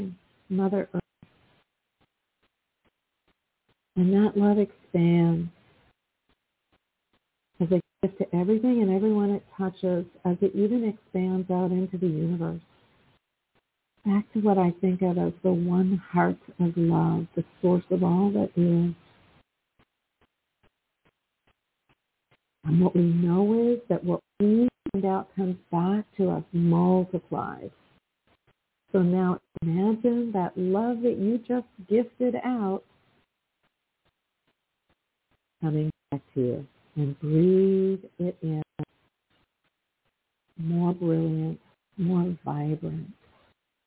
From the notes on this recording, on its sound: in response to callers' questions